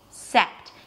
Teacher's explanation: the ending is absolutely the same, sept. That's also the primary stress of the word. So the difference is in the beginning.